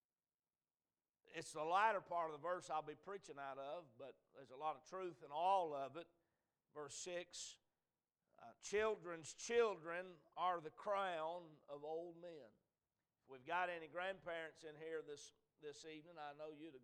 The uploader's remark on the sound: A message preached at Crossroads Baptist Church